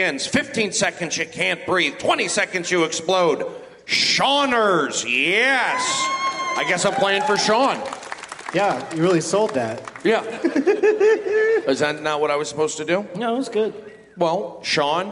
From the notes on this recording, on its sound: Live from Toronto's Just For Laughs Festival